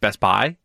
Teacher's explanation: They put the emphasis on buy, so it sounds like Best Buy.